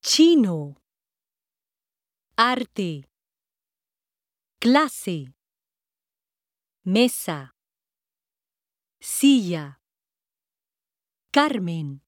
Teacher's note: Stress on the next to last syllable.